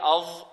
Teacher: الظاء تخرج الظاء من طرف اللسان مع أطراف الثنايا العليا